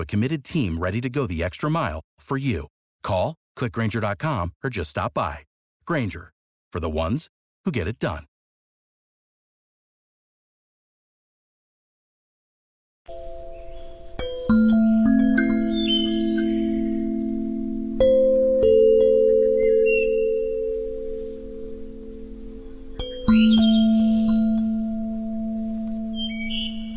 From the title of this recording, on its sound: Listening to the singing of birds in the woods in the evening